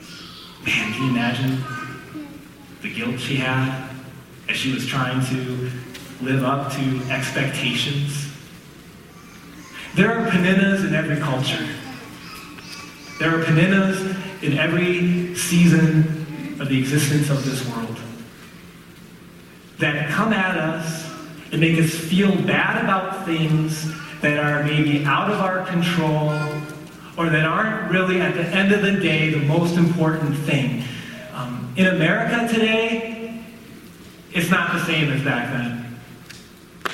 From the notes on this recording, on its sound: Sorry about the audio quality!